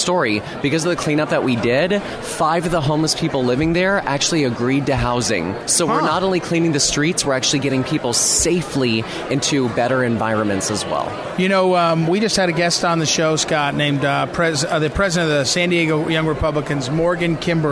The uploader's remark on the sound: joins us live from CPAC